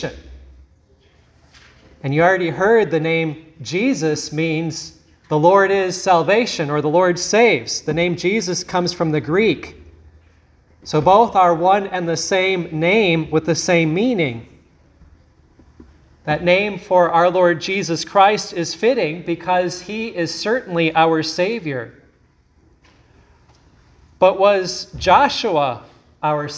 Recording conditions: large echoing room